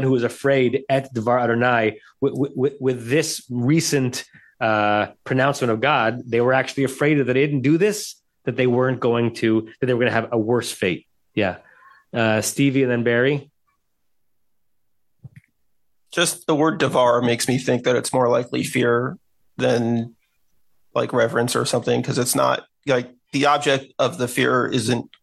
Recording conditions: video call